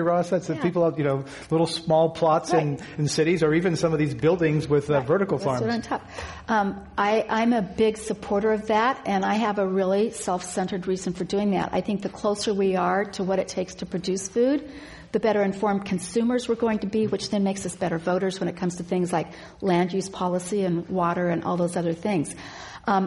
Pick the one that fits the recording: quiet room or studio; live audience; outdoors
live audience